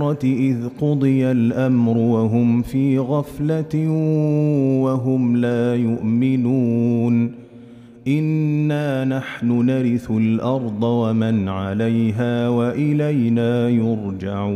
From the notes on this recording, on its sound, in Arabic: مسجل من صلاة التراويح بمسجد السلام بحي مشرفة بجدة.